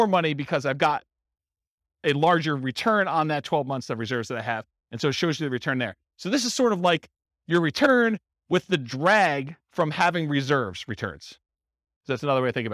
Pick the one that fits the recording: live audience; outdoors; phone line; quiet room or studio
live audience